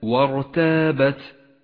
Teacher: والآن لاحظ الراء في كلمة وارتابت. وارتابت جاءت الراء هنا مفخمة لأنها جاءت ساكنة وقبلها حرف مفتوح